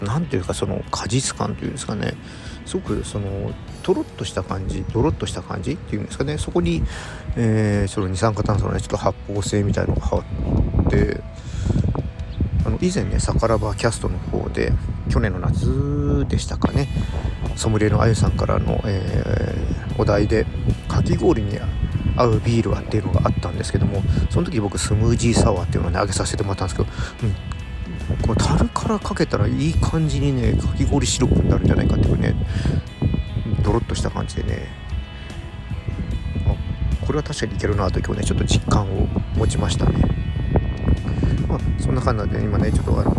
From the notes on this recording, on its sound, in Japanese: うちゅうブルーイングのタップルームに行ってみた！外で収録したため、風の音が強く入っています。